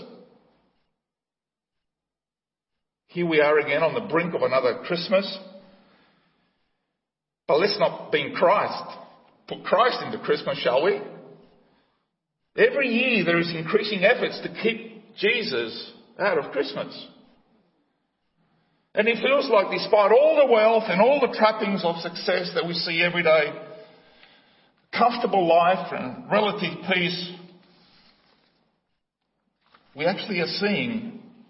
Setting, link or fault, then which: setting, large echoing room